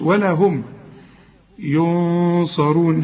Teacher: هنا في غنة لكن هنفخمها علشان الصاد مفخمة